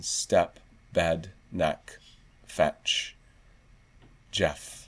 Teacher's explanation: I hear a mid centralizing, but not much raising on step, bed, neck, fetch, Jeff.